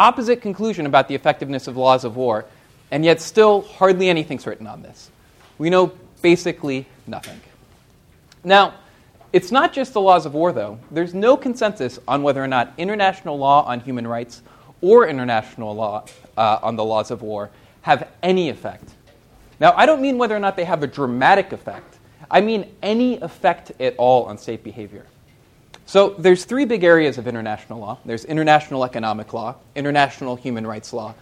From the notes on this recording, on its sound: This talk was recorded on November 4, 2014, as part of the Chicago's Best Ideas lecture series.